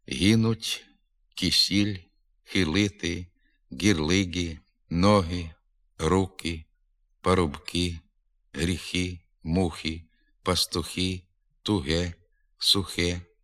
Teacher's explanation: У більшості говорів південно-західної діалектної групи звуки г, к, х, г перед голосними и та е трохи пом'якшуються, виступають напівм'якими